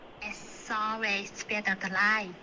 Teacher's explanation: 你现在就嘴巴没张开，然后有一部分的声音在从鼻子出来